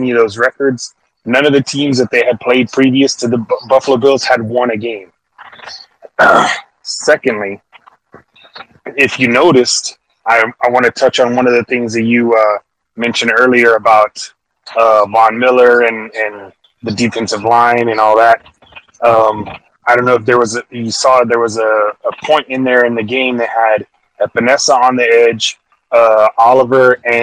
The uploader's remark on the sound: Call-In Show